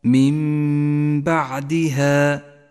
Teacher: قوله تعالى إن ربك من بعدها النون الساكنة وبعدها حرف الباء تقلب النون إلى ميم وتسقط من اللفظ تماما · Term: حكم الإقلاب